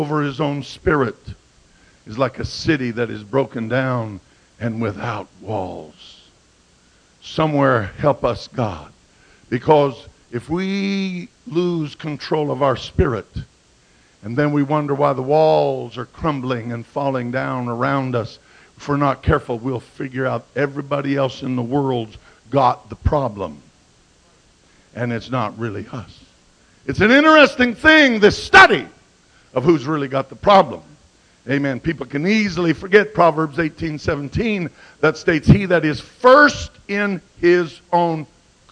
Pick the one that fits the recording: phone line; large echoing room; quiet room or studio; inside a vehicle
large echoing room